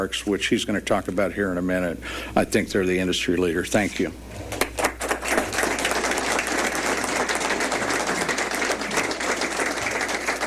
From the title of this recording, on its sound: Royals Press Conference